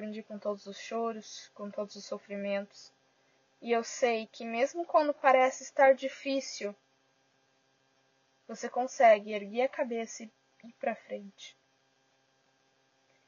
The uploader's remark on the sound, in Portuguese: background noise* é para ajudar a relaxar e pensar